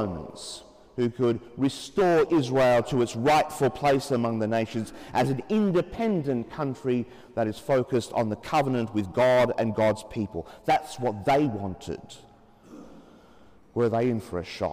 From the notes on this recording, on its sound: As preached during the 9.30 am Mass in Sacred Heart Cathedral, Hamilton.